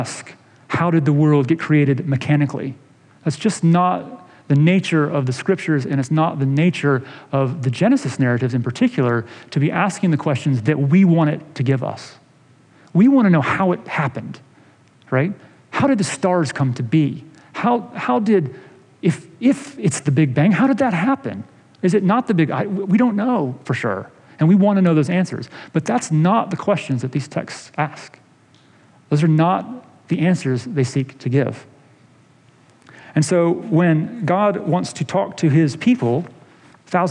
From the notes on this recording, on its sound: This episode is a sermon delivered in August of 2020.